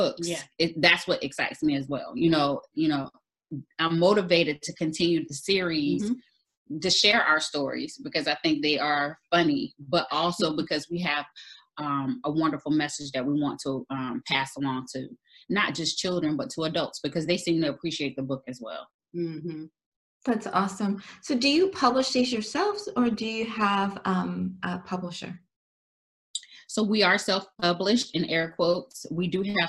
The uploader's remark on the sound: We conducted our interview via ZOOM.